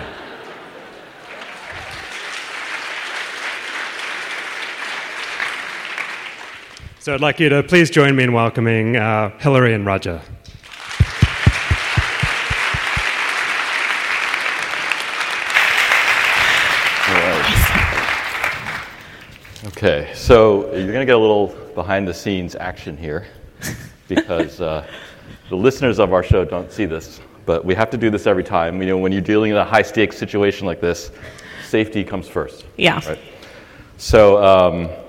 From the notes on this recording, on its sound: Was recorded in front of a live audience at RStudio::conf 2020.